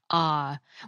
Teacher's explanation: the long A vowel, pronounced ah, which was the closest vowel sound to the one heard in the original Nahuatl word